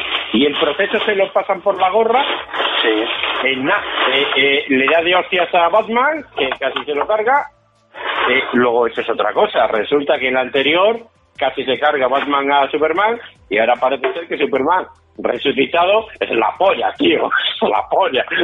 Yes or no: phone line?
yes